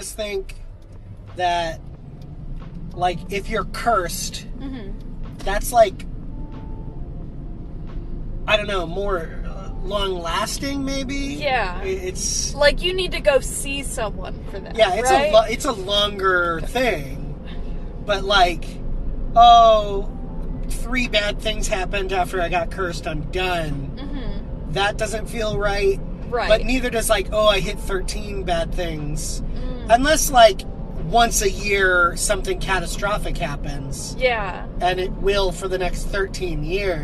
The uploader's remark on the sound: Sometimes, it’s just kinda hard to talk in the car. Roadtrip!